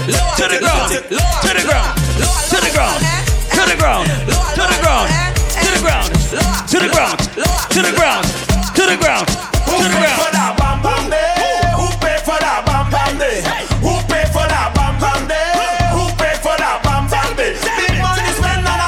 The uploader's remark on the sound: Live audio recording of my set at island saturdays on march 11